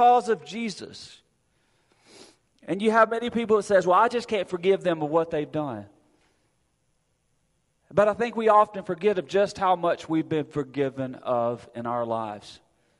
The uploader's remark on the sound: Recorded Sunday, November 6, 2022 at Friendship Baptist Church.